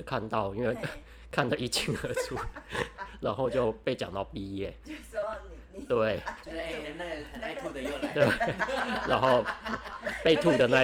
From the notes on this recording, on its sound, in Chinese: 因錄音場所有更換的關係，音量會忽大忽小聲，敬請見諒！